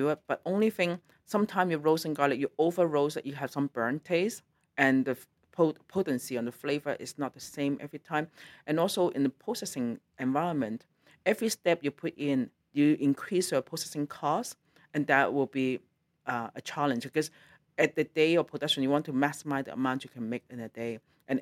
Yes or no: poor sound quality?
no